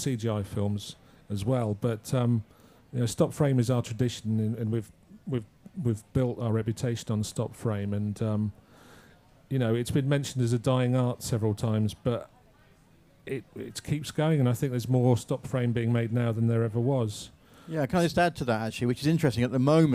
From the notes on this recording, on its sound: at the Apple Store, Regent Street in London